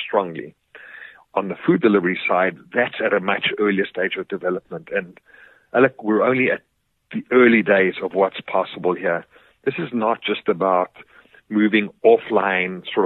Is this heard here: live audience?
no